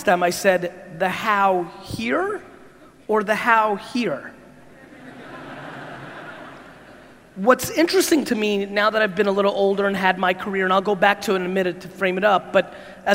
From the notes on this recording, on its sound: Jakarta Keynote. This keynote in Jakarta was filmed back in February of 2019. This keynote came after a 24 hour flight and a quick shower - glad I did it as the Jakarta crowd was awesome ; .